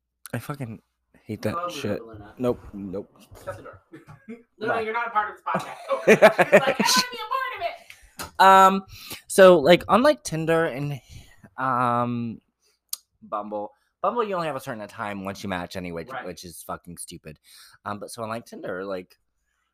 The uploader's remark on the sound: Unfortunately, there are some audio difficulties as we tried something new.